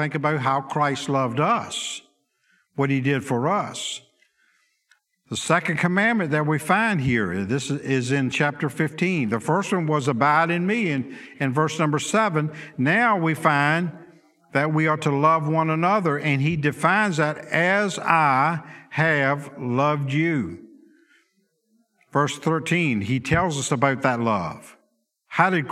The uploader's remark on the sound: Sunday school lecture